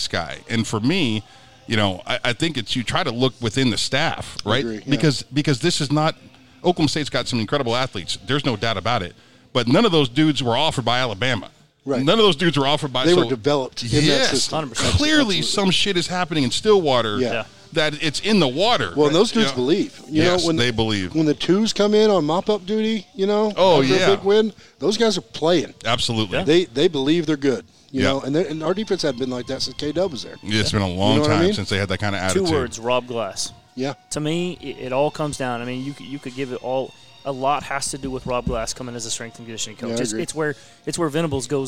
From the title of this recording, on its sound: LIVE at C J Moloney's